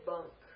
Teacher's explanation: There's a guttural ka. That ka is going to influence the pronunciation of that ng.